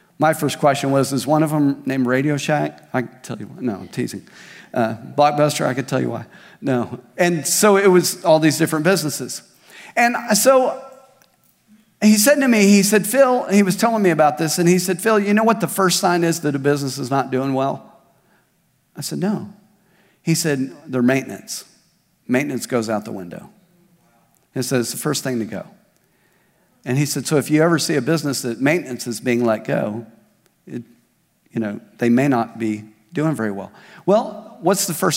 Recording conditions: large echoing room